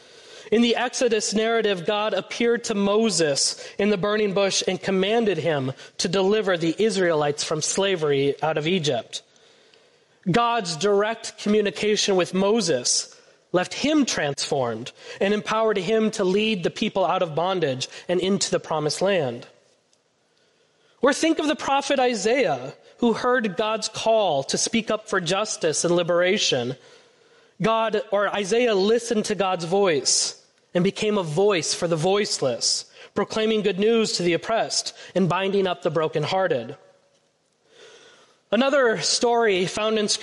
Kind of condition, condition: setting, large echoing room